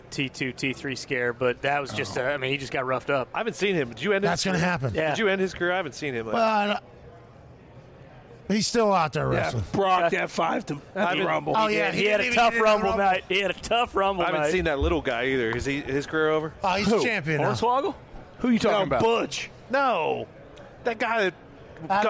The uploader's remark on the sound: LIVE from radio row in BEAUTIFUL Phoenix, Arizona kicking off Super Bowl week in tremendous fashion. Swung by the stage.